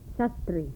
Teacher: The voiceless alveolar fricative. Initial and medial position.